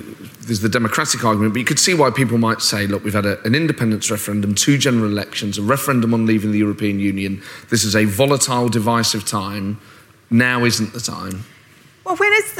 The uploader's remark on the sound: This interview was recorded at the 2019 Edinburgh Festival.